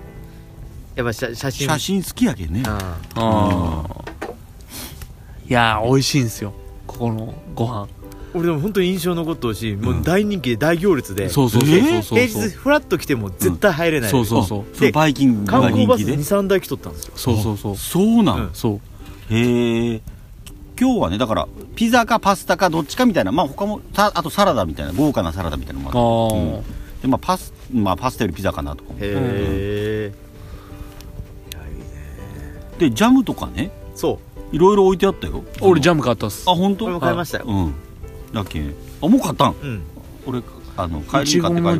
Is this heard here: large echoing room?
no